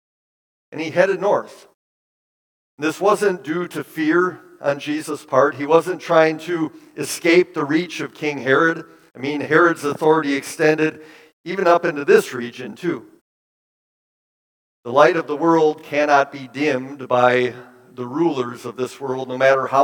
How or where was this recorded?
large echoing room